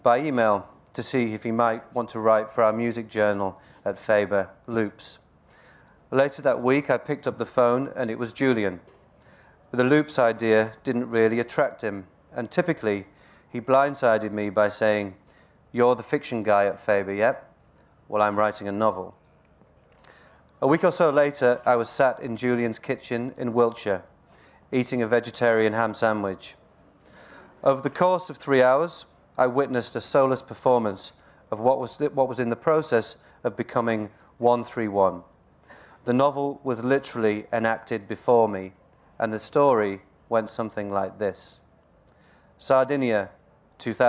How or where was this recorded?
live audience